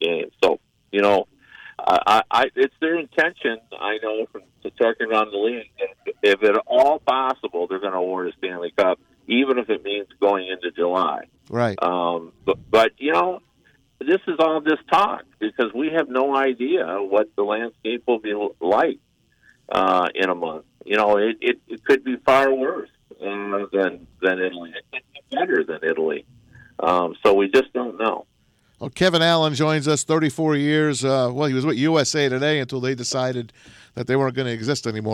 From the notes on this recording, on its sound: They are joined on the phone